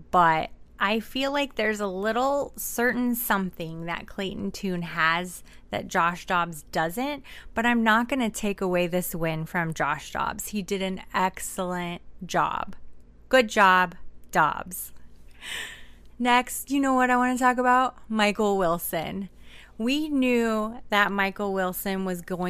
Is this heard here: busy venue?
no